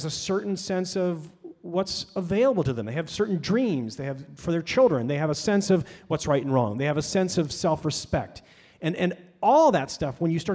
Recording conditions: live audience